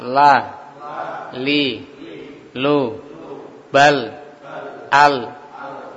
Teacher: Taring dan geraham depan keluar darinya huruf lam, ya. Jadi dari ujung dua tepi lidah bagian depan keluar darinya huruf lam.